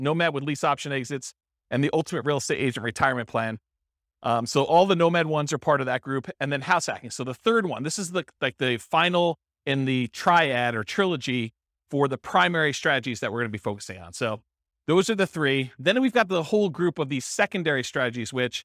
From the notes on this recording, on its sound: This was a live class recorded